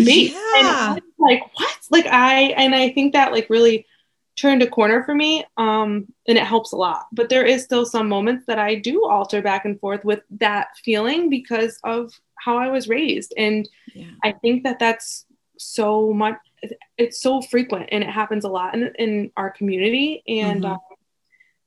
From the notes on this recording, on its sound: Disclaimer: Contains audio from ZOOM. Sit and chat via zoom with a dear friend of mine.